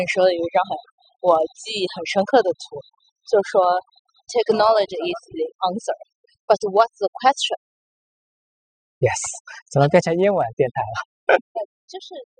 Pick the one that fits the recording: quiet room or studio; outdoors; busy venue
outdoors